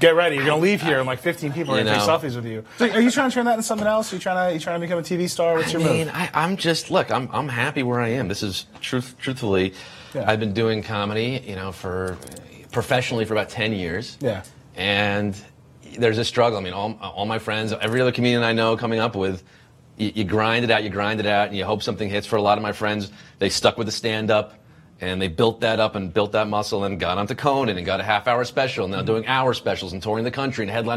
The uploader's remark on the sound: CES 2018. What we did do was collect a bunch of audio recorded throughout the show — including clips from Circuit Breaker Live — to give you an idea of what it’s like to be at CES, and what kinds of things we saw this year.